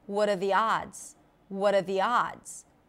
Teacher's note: So we connect the what with the schwa sound.